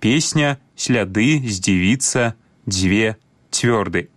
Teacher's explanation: Усе памятаем, што пры карэктным беларускім вымаўленні свісцячыя зычныя прыкметна памякчаюцца перад наступнымі мяккімі гукамі · Term: мяккасць свісцячых зычных